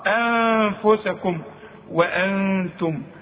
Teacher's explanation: نون ساكنة وبعدها التاء من حروف الإخفاء، هغن واخفي، والغنة بمقدار حركتين لا تزيد ولا تنقص